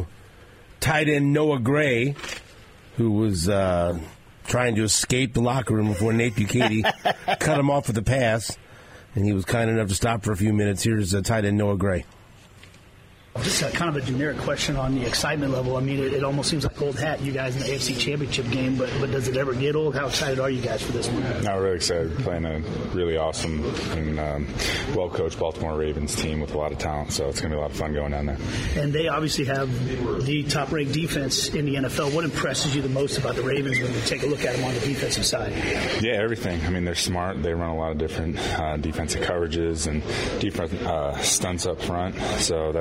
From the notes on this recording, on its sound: sound from the Chiefs' locker room yesterday at Arrowhead